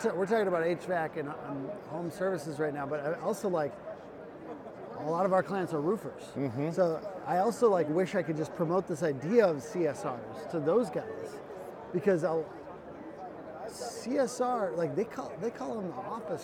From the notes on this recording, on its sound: sat down with us at Service World